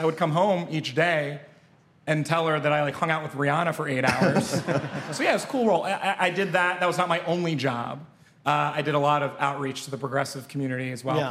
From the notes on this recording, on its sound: taped in front of a D.C.-area crowd!